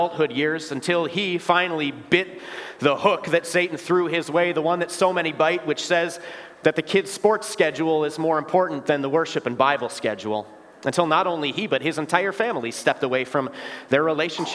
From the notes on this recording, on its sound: Bethany, Appleton, WI. Preached this sermon at Bethany's Confirmation Sunday worship.